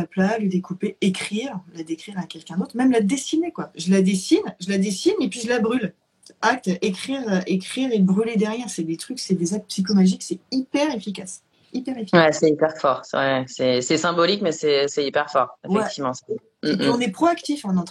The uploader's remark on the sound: live Instagram